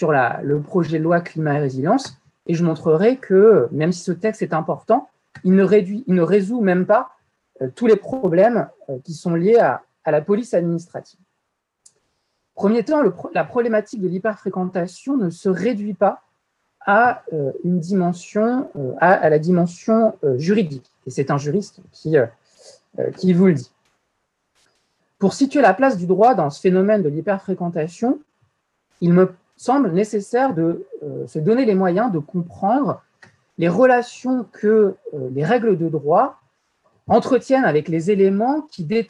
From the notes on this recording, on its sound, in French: Enregistré sur zoom